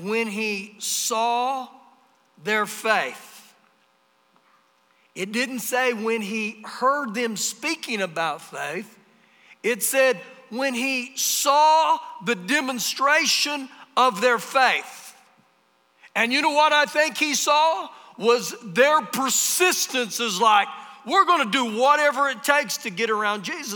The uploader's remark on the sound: Recorded live during our Wednesday night service.